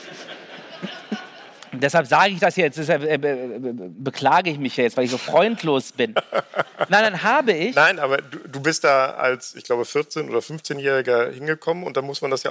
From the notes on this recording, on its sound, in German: Diesmal mit Publikum, als Liveaufnahme von der Langen Nacht der ZEIT.